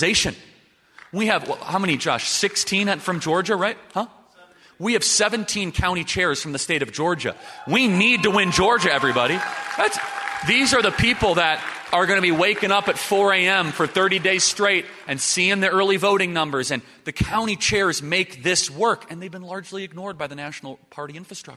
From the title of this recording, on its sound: LIVE at the Restoring National Confidence Summit